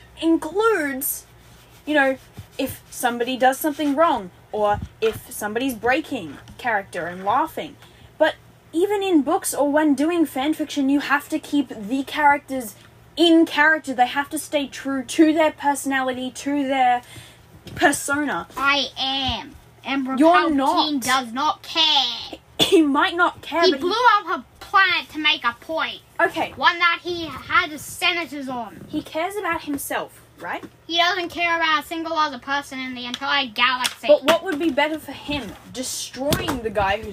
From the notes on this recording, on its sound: It’s basically us just having a very heated discussion. Headphone users, I am very sorry for the noise.